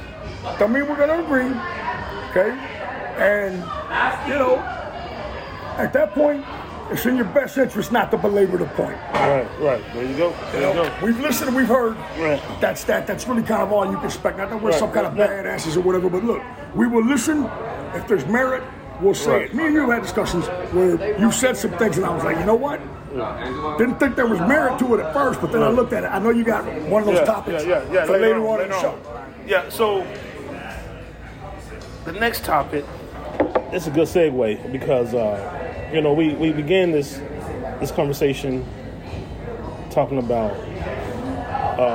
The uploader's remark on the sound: LIVE From The LOON. Are LIVE at The Loon every Monday at 7:00pm CST.